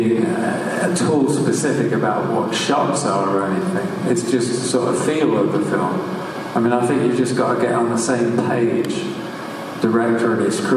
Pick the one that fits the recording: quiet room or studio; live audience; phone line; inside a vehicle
live audience